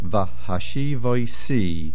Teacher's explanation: The main accent is milra at the end. The vav has a patach, and the hey a chataf patach.